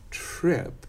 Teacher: But if I do trip, that segment of r is made into trip. And so the aspiration of the T is essentially going into the R nature of it